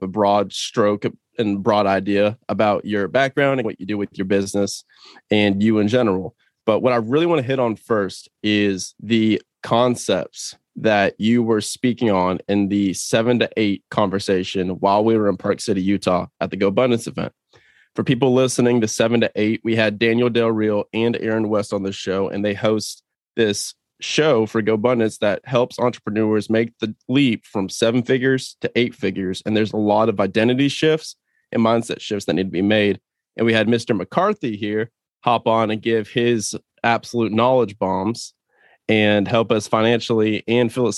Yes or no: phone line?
no